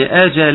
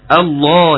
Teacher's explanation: أجل اللام اللام مرققة، الله اللام مفخمة